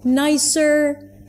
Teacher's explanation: It's like a comma, right? When there is this rising intonation, sounds like a question, but it also indicates that something else is coming up really, really soon.